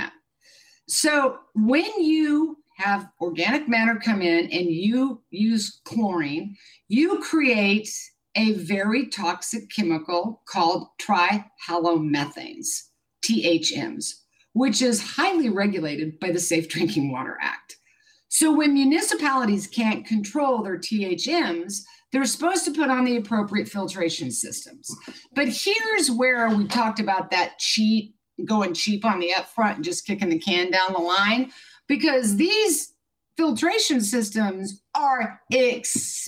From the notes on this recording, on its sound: Writers on a New England Stage. Recorded virtually in 2021. This archive program may still contain broadcast elements from the time it aired.